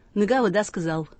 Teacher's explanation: У всех примерно одинаковая была черта, которая выражалась в произношении «о» и «а» безударного, стоящего перед ударением, как «ы».